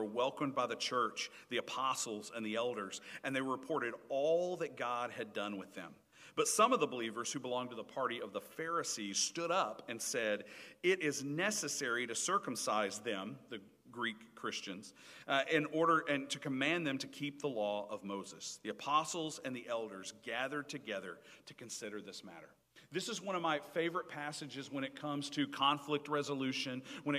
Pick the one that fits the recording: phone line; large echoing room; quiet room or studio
large echoing room